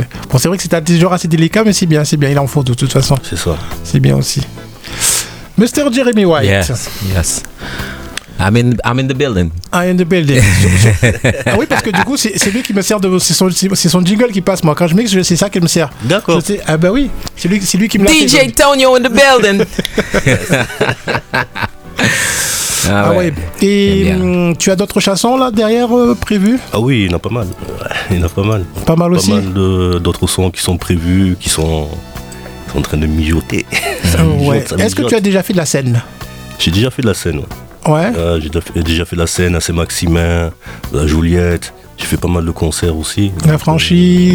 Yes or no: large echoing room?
no